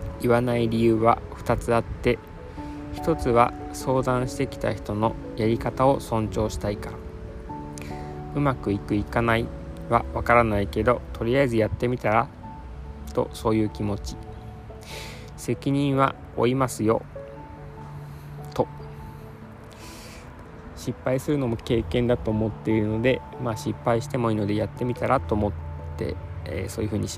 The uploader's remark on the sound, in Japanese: 野外での収録のため少し聞きにくいかも。